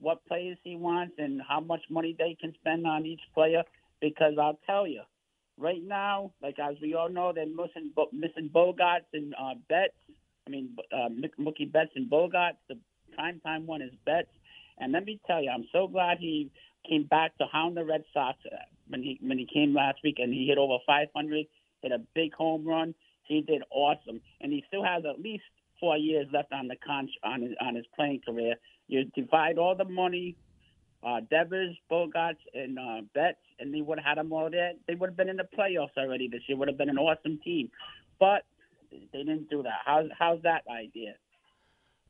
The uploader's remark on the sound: take your calls texts and tweets live on the air